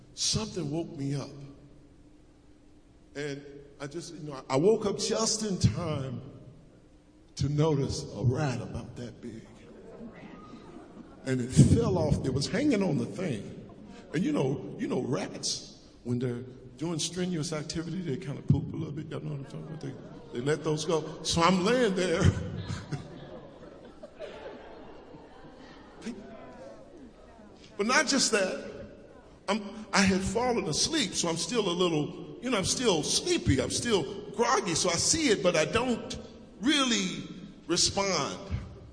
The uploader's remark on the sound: preached at Acton United Methodist Church in a Community Thanksgiving Service